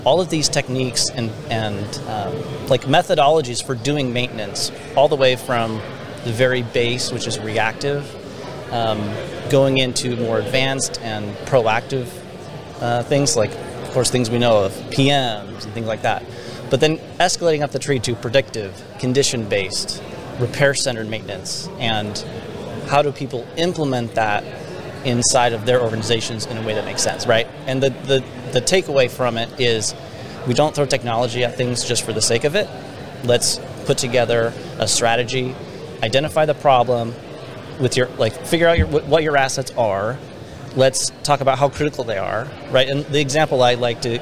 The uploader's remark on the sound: IoT and asset management at a conference.